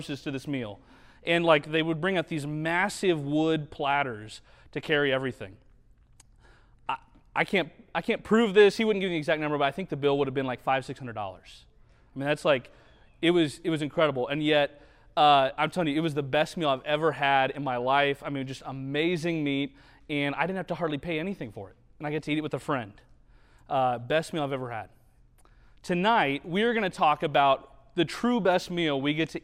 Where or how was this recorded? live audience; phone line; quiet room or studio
live audience